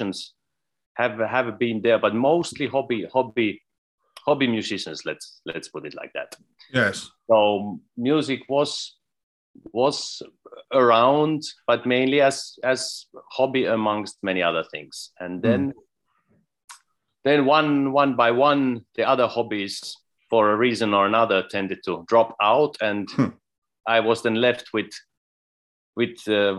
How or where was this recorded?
video call